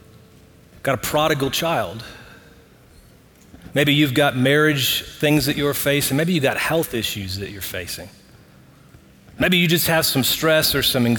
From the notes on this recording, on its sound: Recorded live at Brookwood Church on 08.20.2023.